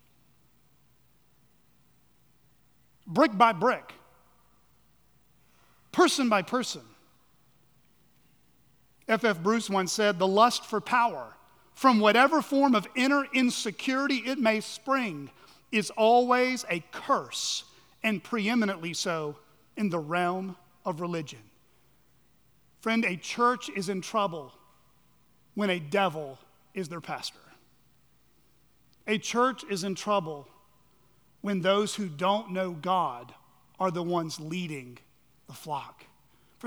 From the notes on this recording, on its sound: at Chaffee Crossing Baptist Curch in Barling, AR.